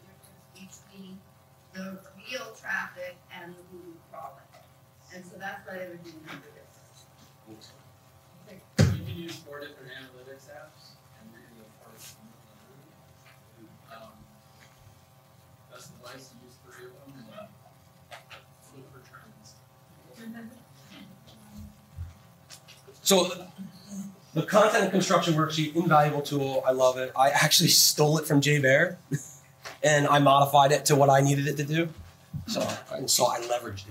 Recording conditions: poor sound quality